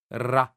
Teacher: А чтобы произнести звук Р, нужно приставить кончик языка к верхнему небу, однако ж под напором воздуха, силою вырывающегося из груди, язык беспрестанно возвращается на прежнее место, отчего происходит некоторое дрожание